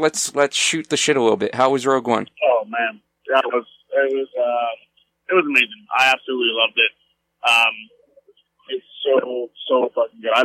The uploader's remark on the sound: Impromptu phone podcast.